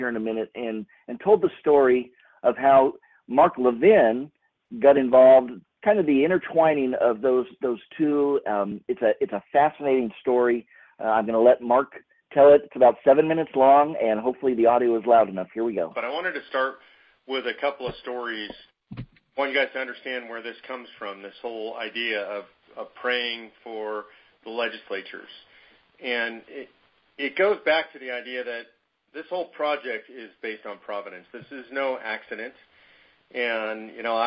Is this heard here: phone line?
yes